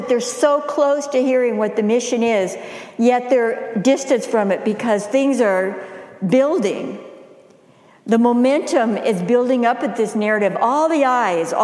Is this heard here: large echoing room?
yes